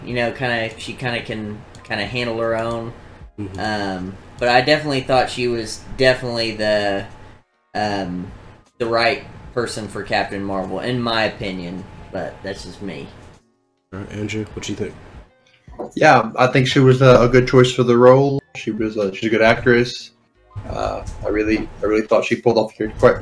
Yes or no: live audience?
no